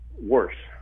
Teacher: she says Worsh, which is sort of a signature sound of the Midland dialect region